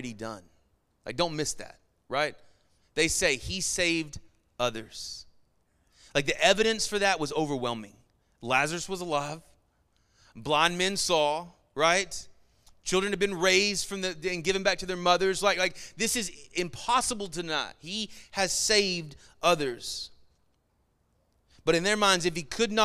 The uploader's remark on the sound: Sermon Audio from our Worship service.